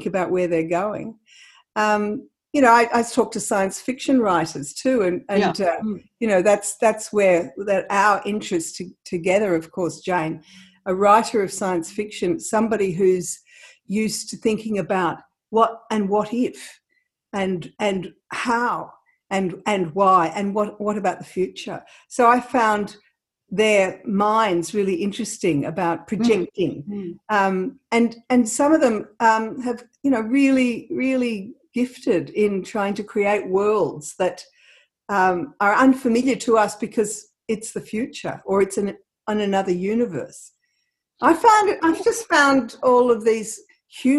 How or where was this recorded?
video call